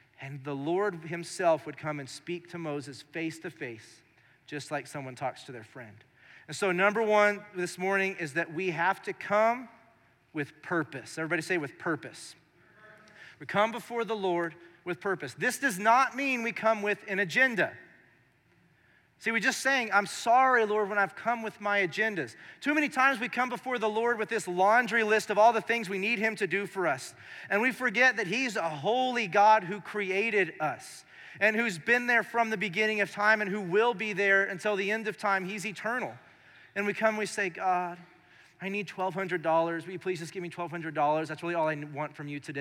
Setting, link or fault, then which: setting, large echoing room